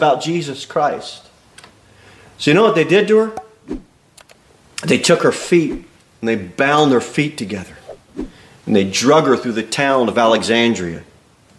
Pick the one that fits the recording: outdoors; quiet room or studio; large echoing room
large echoing room